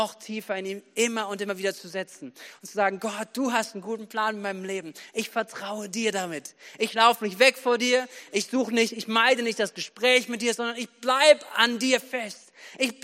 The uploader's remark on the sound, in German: Predigten am Heilig Abend aus der Missio Kirche. Gemeinde für Bad Kreuznach und Region.